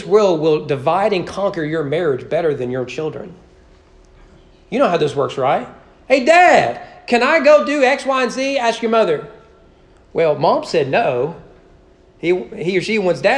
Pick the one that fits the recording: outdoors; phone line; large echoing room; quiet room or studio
large echoing room